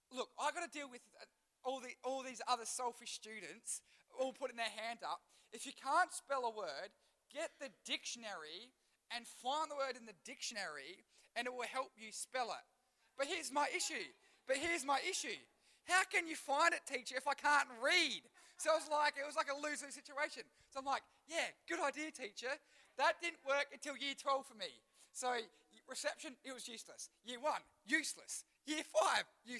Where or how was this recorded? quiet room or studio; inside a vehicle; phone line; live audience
live audience